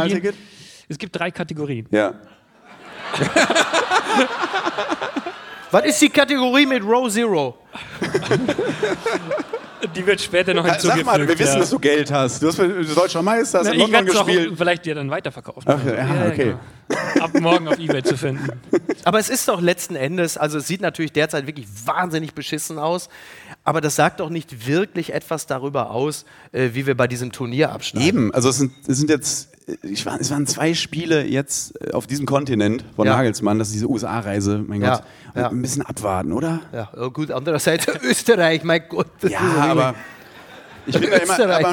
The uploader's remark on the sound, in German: live aus Köln